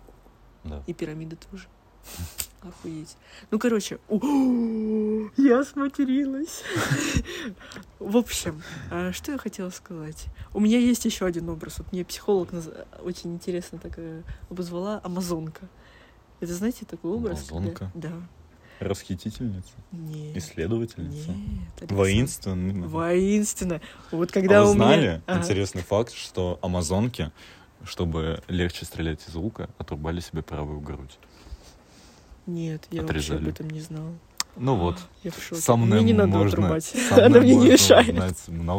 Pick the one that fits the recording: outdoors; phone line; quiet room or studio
outdoors